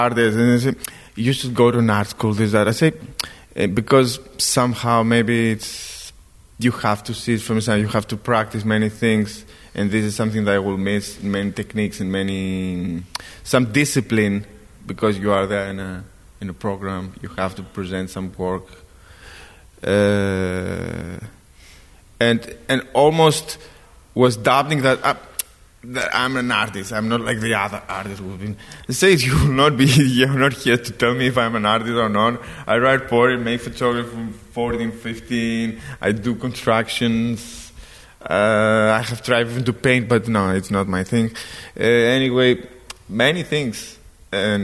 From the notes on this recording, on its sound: This is our first ever live recording in front of an audience. Sit down with us and a small audience at the Museums Building.